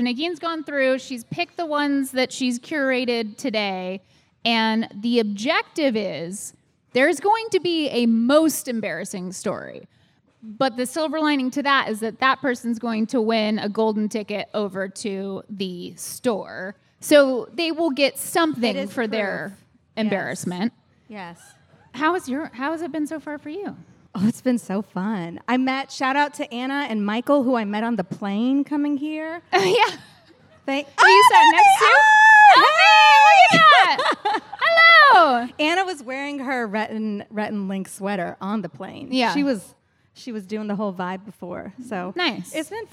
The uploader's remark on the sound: Today, we’re LIVE at MythiCon!